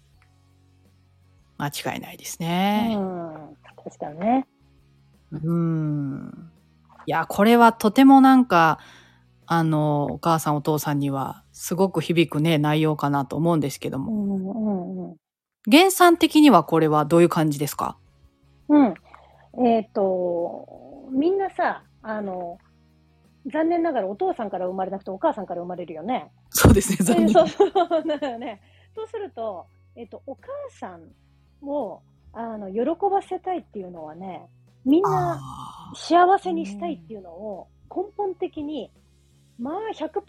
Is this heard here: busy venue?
no